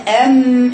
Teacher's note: تقول أن كنت أن، كأنها قريبة من الباء، لكن هي أم. شوفي أم تقفل الشفتين على بعضهم وتجيب توسط الميم